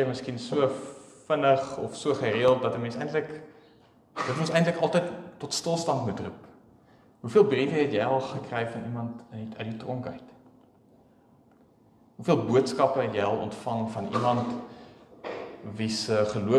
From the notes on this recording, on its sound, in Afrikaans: Opname van die preek by Pinelands Gemeente op 26 November.